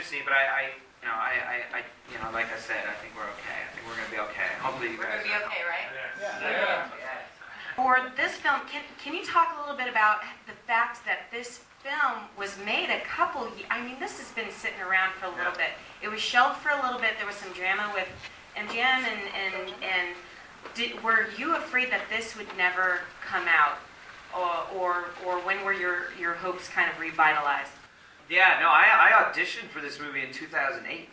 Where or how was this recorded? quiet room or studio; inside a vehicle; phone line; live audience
live audience